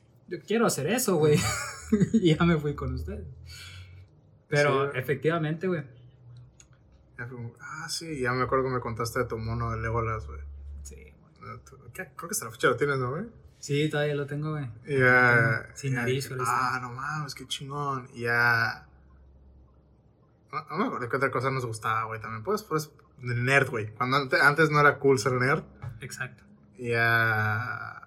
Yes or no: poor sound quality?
yes